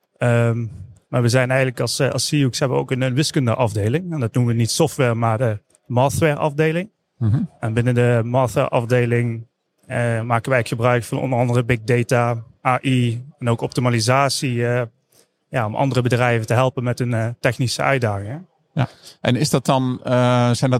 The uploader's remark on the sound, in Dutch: We waren met De Dataloog aanwezig op de Big Data Expo. Voor de gelegenheid hebben we een speciale PodKast gemaakt, waarmee we door de gangpaden van het evenement liepen en waarmee we de keynotesprekers direct na hun sessie wisten te strikken.